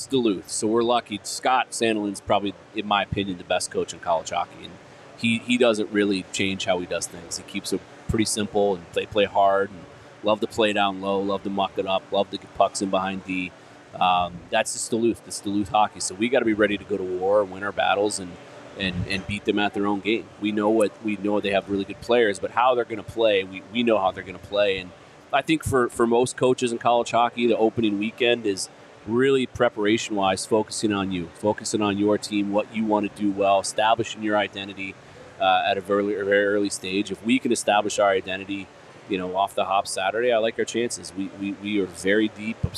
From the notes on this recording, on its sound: Welcome to the show LIVE from Four Peaks